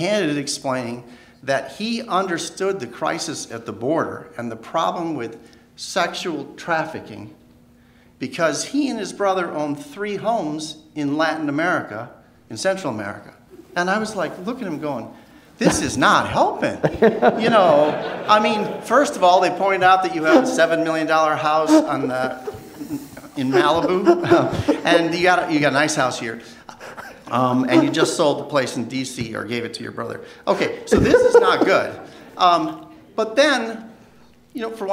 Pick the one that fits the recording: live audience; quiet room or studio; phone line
live audience